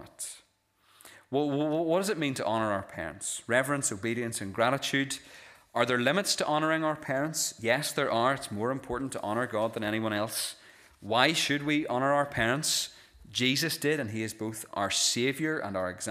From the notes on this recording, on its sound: This is the recording of the Bible reading and sermon from our evening service on Sunday 14th January 2024.